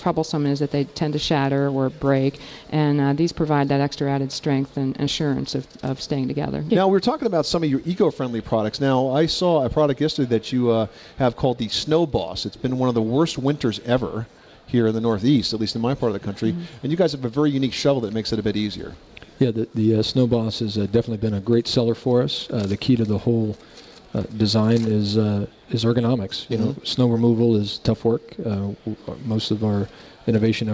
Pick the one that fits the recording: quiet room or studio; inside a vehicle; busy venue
busy venue